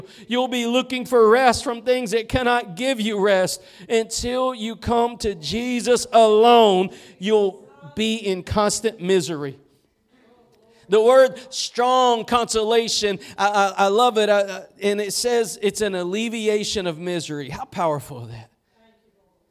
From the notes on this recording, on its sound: Preached at Gospel Lighthouse in Bossier City, La.